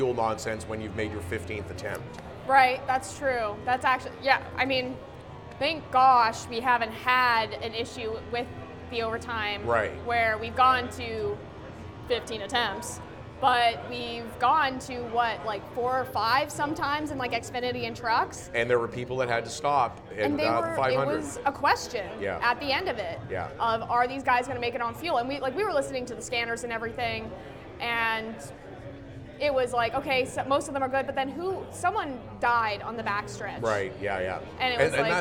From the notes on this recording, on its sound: LIVE from the Canadian International AutoShow. Record in front of Motorsports fans at the Canadian International AutoShow on the RevTV Stage.